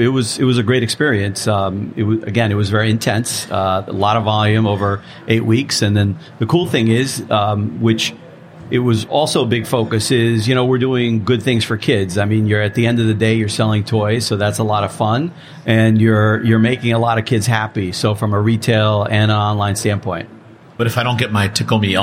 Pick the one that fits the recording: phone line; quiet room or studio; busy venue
busy venue